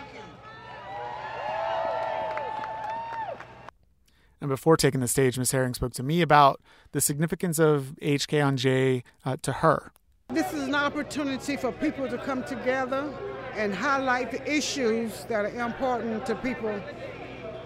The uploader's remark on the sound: Climate Marchers at HKonJ. The 13th HKonJ People's Assembly and Moral March took place Feb. 9th in Raleigh - we were there, we marched, and we spoke with environmental justice activists and community members.